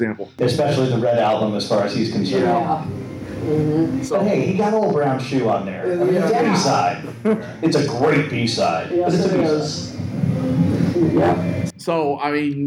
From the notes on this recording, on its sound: Live-ish from the Fest for … Fans, Chicago. A very special live edition of When They Was Fab.